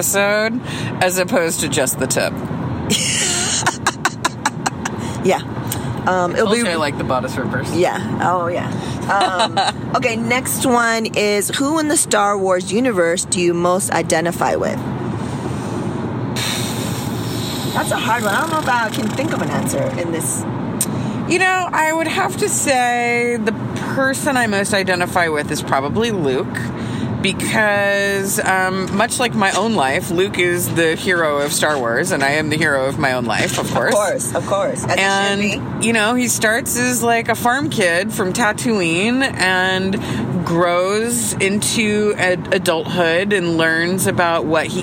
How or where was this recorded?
inside a vehicle